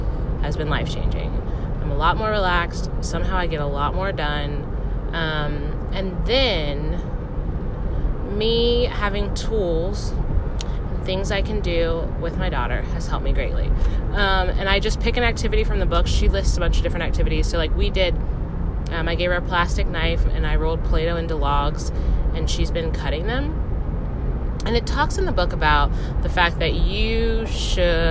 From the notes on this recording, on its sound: the vibrations in my voice from recording while driving